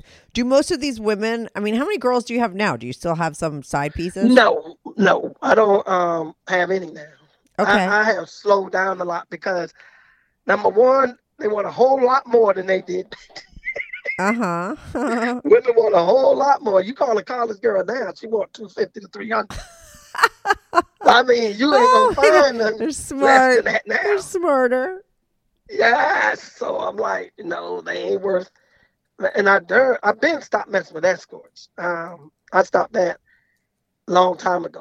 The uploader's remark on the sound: He called in to talk all about it.